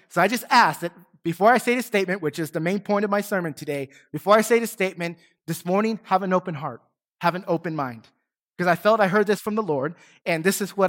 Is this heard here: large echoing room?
yes